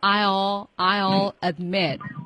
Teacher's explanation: admit 后面的这个特就省略掉了，是的，失去爆破